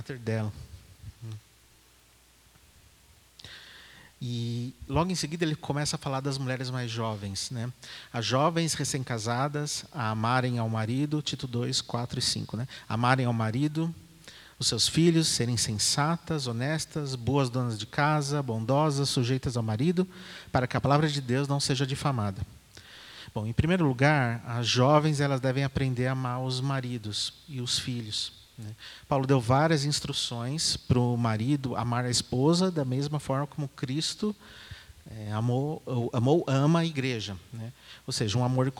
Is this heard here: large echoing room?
yes